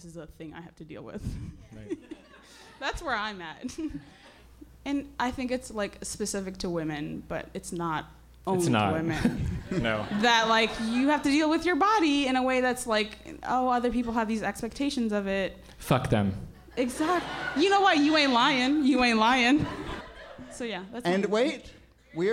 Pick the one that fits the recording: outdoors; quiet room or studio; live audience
live audience